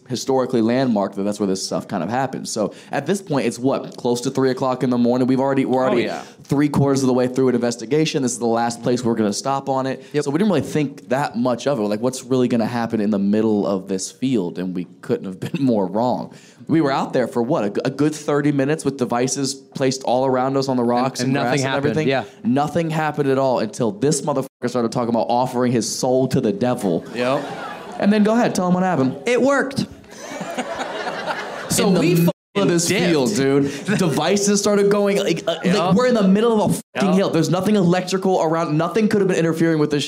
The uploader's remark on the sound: Crowd Work Show. This episode was filmed in front of a live audience at Funny Bone in Toledo Ohio in May 2023.